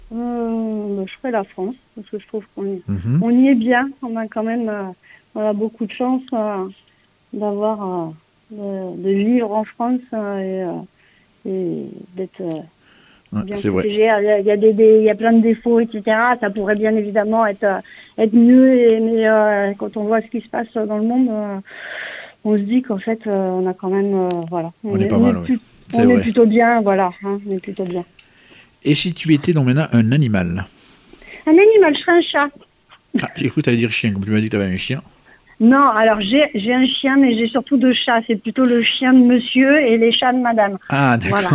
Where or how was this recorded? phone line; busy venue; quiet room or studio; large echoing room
phone line